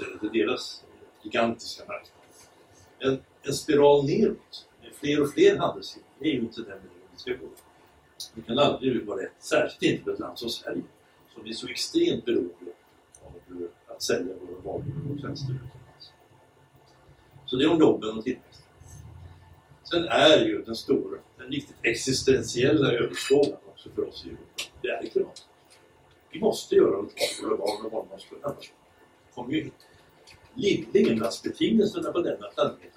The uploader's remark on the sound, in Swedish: Klippet är taget från halvdagsseminariet Vilket EU vill vi ha? OBS: Samtalet är liveinspelat därav något dålig ljudkvaliet.